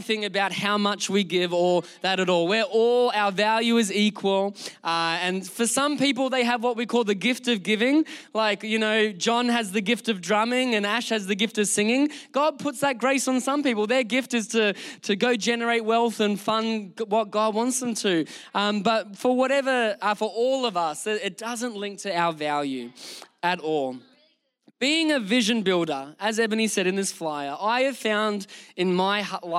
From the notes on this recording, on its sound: Recorded during our Melbourne service on Sunday, the 11th of June 2023